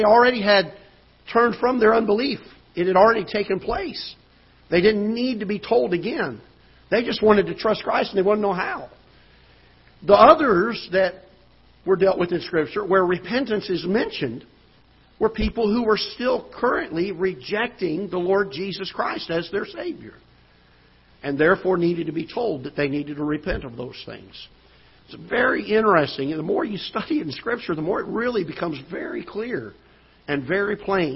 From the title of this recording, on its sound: Ketha Heights Baptist Church ~ Live Broadcast